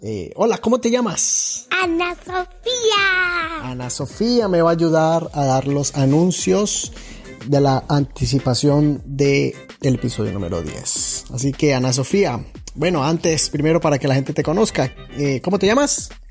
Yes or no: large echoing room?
no